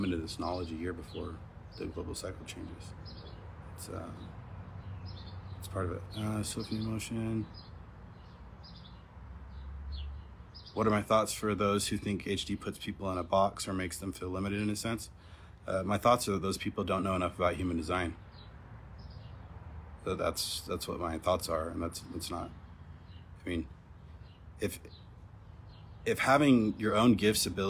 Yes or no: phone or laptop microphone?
yes